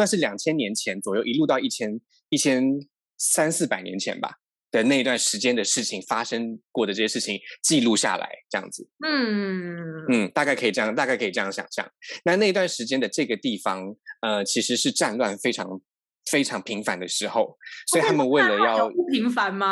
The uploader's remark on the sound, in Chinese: 本集節目使用 Zoom 遠距錄音，固有音質不佳、斷訊之情況敬請見諒。